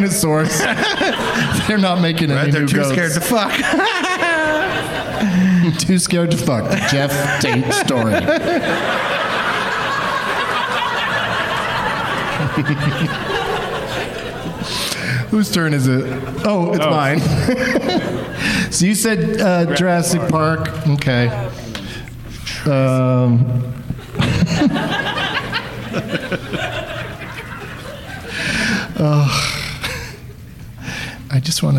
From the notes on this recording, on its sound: Live from the LOL Comedy Club in San Antonio